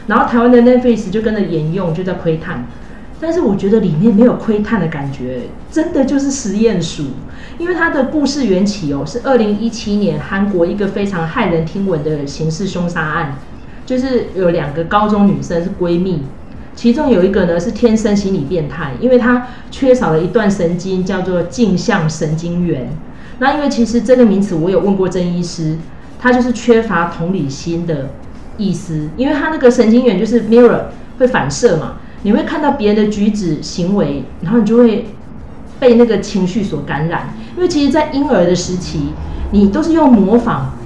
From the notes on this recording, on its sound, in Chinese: 本集錄音音質不佳